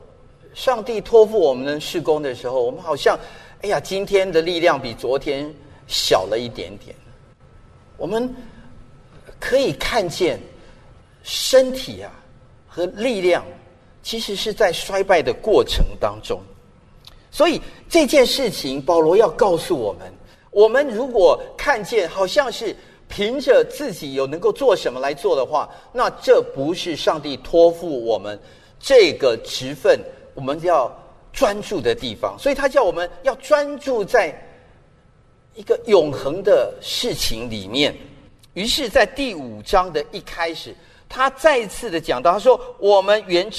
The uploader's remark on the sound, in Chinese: 本节目是由台北信友堂提供的主日崇拜现场实况录音。由良友电台剪接制作。